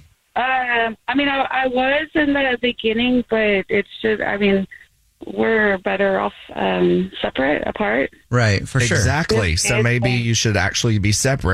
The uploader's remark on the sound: The woman on the phone